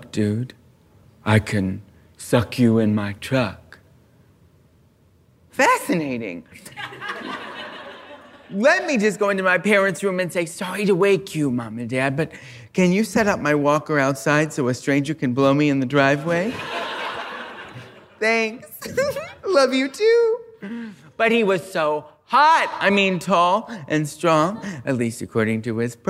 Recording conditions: live audience